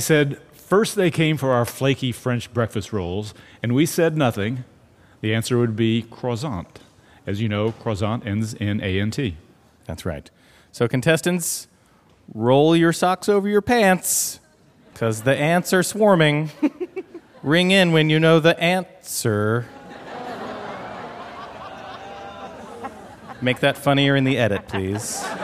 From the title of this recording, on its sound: LIVE From Central Park, It's Ask Me Another